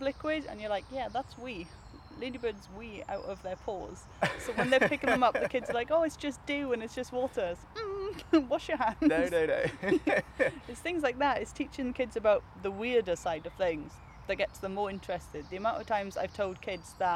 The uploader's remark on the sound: This one was recorded in the park earlier this summer, so you can hear more birdsong than you would in our usual studio.